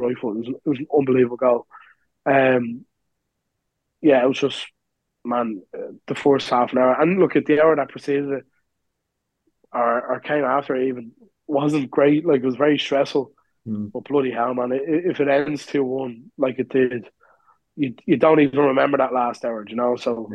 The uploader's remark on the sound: The Lads Discuss Over Zoom